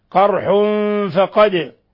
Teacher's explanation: ثم لا يخفى ما في الدال الساكنة من قلقلة · تنوين ضم جاء بعده الفاء إخفاء حقيقي